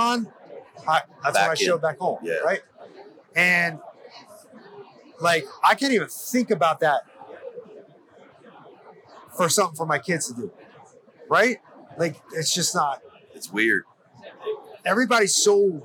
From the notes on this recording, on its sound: Hunt Expo Live From the Initial Ascent Mountain Dude Table. The flurry of live recordings from Western Hunting and Conservation Expo in Salt Lake continues from the Initial Ascent booth!